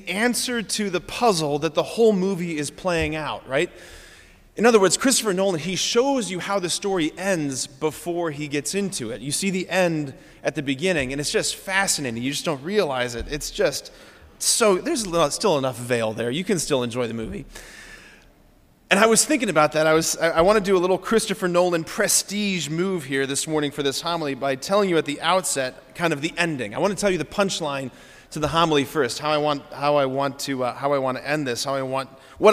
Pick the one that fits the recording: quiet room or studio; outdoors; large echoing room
large echoing room